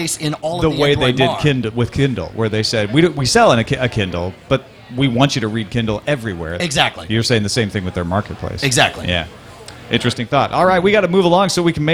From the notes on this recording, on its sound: Live from SXSW